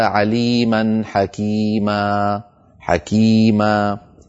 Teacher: ثم انتقلنا إلى مد العوض، وبينا بأنه هو التعويض عن تنوين النصب حالة الوقف بألف تمد بمقدار حركتين ويلحق بالمد الطبيعي، نحو قوله تعالى: عليما حكيما حكيما.